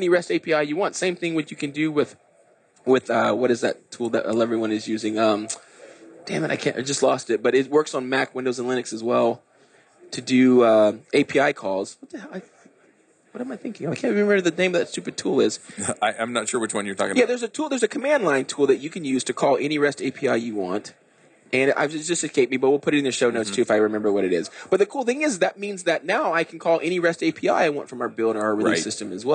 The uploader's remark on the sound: LIVE at Microsoft Ignite